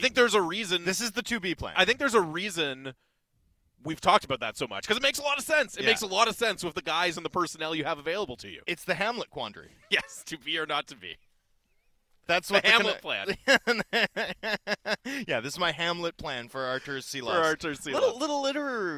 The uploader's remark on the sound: broadcast live from the Canucks Alumni Classic at Northview Golf & Country Club